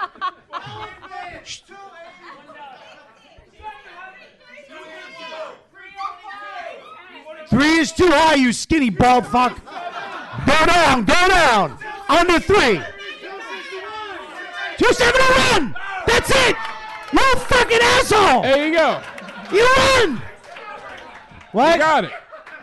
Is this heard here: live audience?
yes